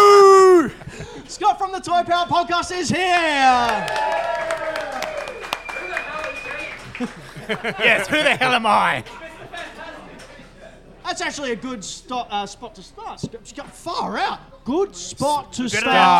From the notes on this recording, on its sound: LIVE SHOW PART 1. LIVE at the Flipside Barcade.